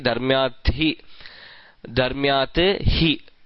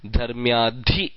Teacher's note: prathamam tavat dharmyat becomes dharmyad first, and then dharmyadhi, whatever the fourth letter of that, purva savarna, the fourth letter of that varga gets replaced in place of ha. · Term: purva savarna sandhi